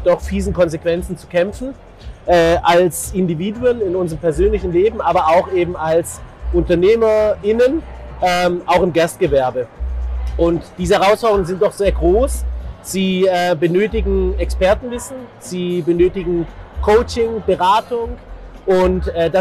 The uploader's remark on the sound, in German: Live auf der Intergastra. In der StartUp-Box vom DEHOGA Baden-Württemberg.